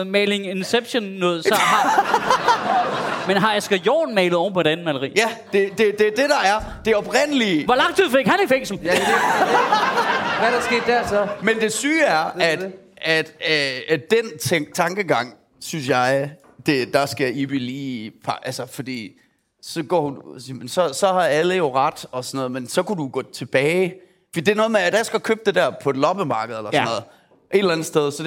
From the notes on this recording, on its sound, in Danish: Optaget live på Comedy Zoo